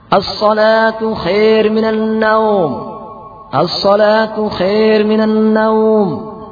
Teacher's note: Berikutnya khair dengan membaca imalah sehingga menjadi khair minan naum.